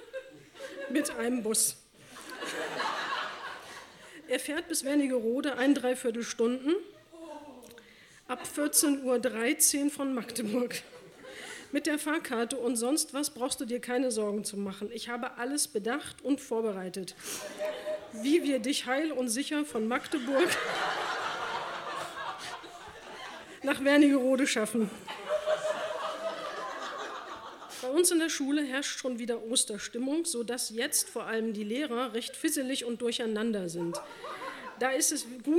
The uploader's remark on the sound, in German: Ausschnitte aus der Veranstaltung vom 12.10.2018 im Yoko, Hamburg. Liveshow am 12.10.2018 im Yoko, Hamburg. Heißen Dank an das Yoko, unser tolles Publikum.